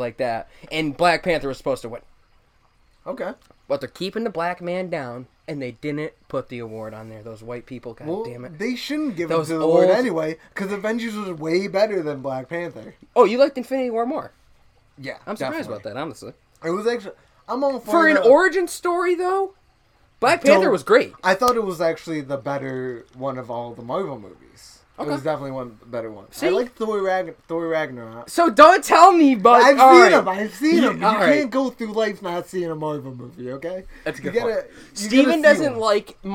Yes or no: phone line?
no